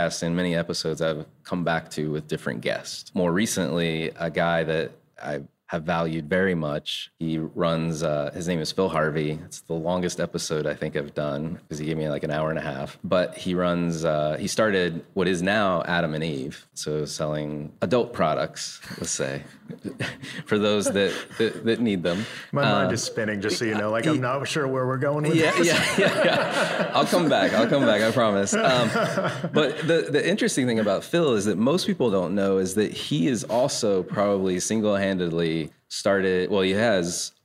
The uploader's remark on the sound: This recording took place before a live audience in Durham, NC.